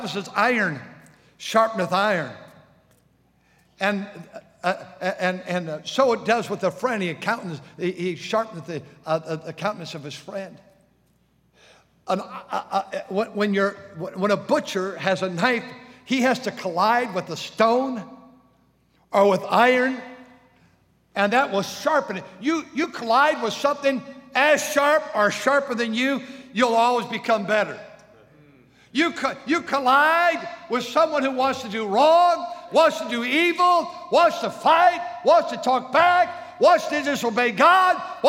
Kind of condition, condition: setting, large echoing room